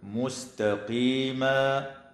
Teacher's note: ويراعى ترقيق السين والتاء في كلمة مستقيما